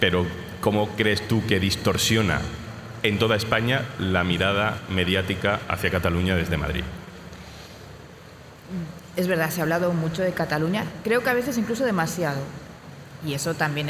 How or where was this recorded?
busy venue